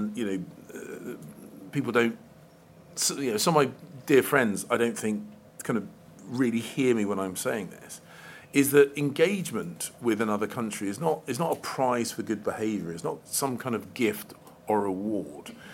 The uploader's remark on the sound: live from Conservative party conference